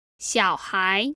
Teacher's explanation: That's a third tone and a second tone.